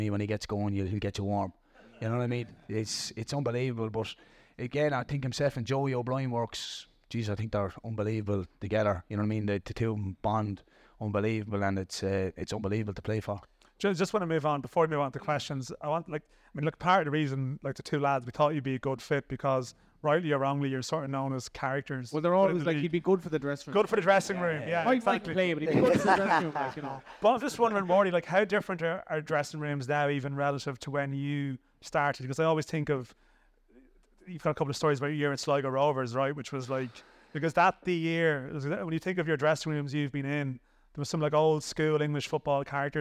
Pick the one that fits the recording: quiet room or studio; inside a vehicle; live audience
live audience